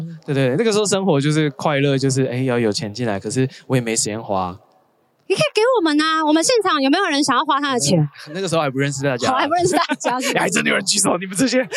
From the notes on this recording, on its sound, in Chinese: 帶大家到《好多好多唱談祭》戶外錄音